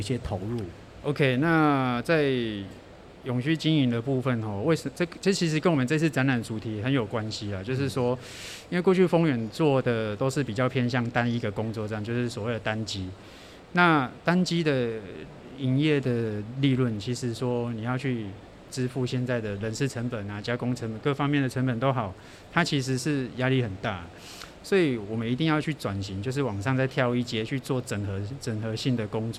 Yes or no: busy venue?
yes